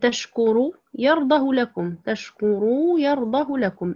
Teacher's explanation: يقرأها ورش بحذف الصلة على أصلها، يقرأها على أصلها قبل الجزم حيث أن أصلها يرضاه لكم، الأصل فيها يرضاه لكم.